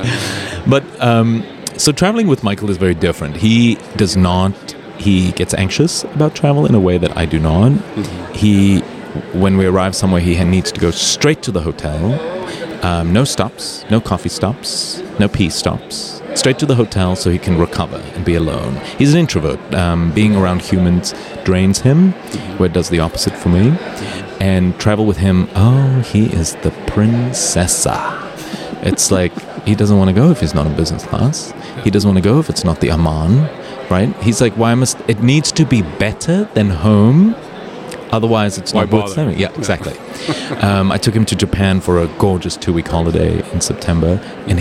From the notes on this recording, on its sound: Live PODcast recording with special guests onsite at #IMEX23 - Live from IMEX Frankfurt. This onsite series features spontaneous conversations with #IMEX23 visitors.